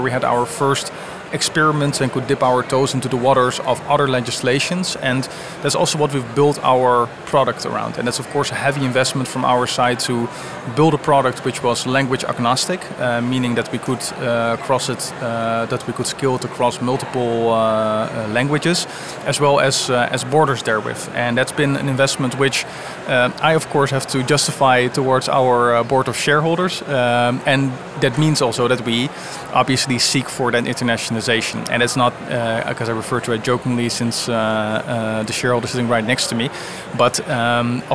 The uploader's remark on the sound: live recorded from Money2020 (June 2023)